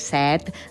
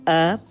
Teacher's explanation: La majoria pronuncia amb la E neutra, o sigui, E, per referir-nos a la necessitat de beure, tenir set. · Shown in: second take